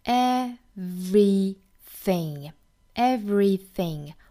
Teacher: 一定要呢上齿咬一下下嘴唇啊，形成一个 v v 的发音